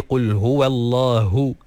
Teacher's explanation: Jadi qul huwallahu hu, keluarkan ha tu dengan makhrajnya daripada pangkal kerongkong yang paling bawah, dan keluarkan anginnya sekali. Qul huwallahu, barulah dengar ha tu jelas.